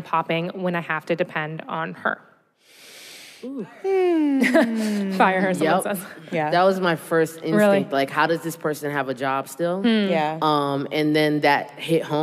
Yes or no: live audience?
yes